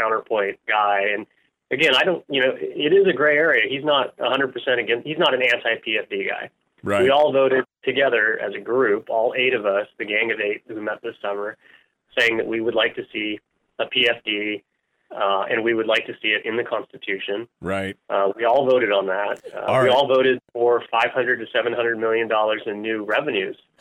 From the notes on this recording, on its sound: throw the phone lines open and take some calls from you